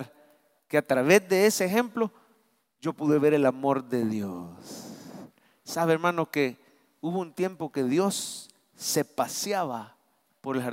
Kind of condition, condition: setting, large echoing room